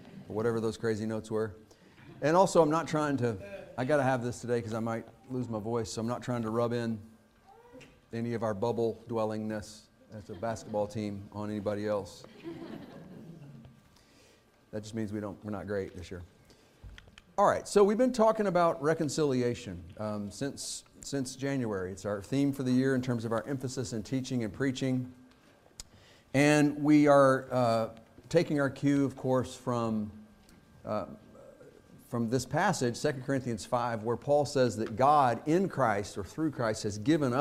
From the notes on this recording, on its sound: Fuquay-Varina church of Christ sermon audio from Sunday, February 26, 2023.